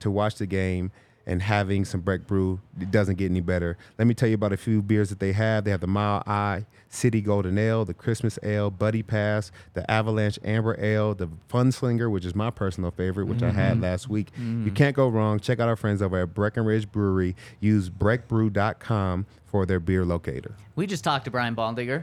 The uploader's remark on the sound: Coming to you LIVE from the DNVR Bar.